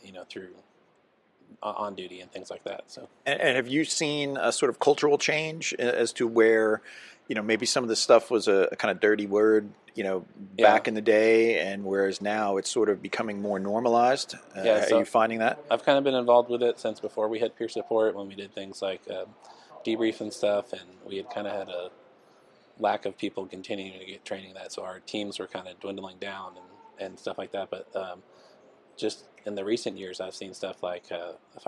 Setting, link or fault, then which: setting, busy venue